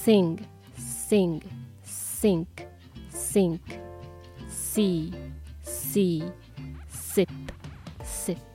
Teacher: が漏れるようなイメージですねで S はさっき言った sing とか s i n k っていうのは S の後に来るのが「い」の母音の音なので「す」にちっちゃい「い」で「す」「す」っていうふうに言ったんですけど S 自体の発音は「す」「す」「す」っていう歯の隙間からこう空気が漏れるような音です